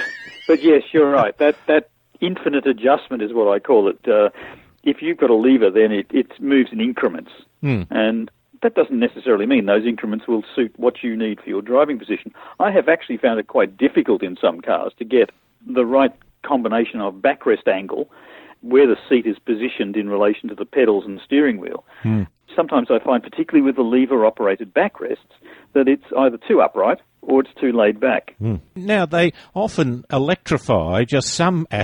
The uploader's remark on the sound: A listener called in and asked about buying an SUV. He joins us on the line.